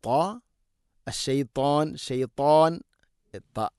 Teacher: ഇത്തബാഖ് എന്ന സിഫത്ത് നൽകി നാവിൻ്റെ മധ്യഭാഗം അണ്ണാക്കിലേക്ക് ചേർന്ന് നിൽക്കണം.